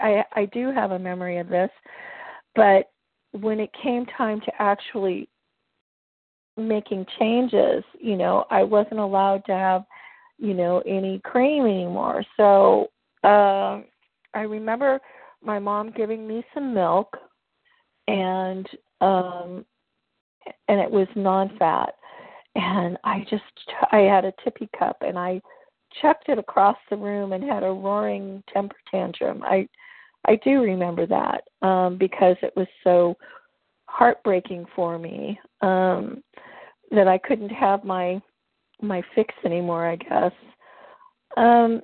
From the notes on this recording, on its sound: qualification from the 100 Pounders Phone Meeting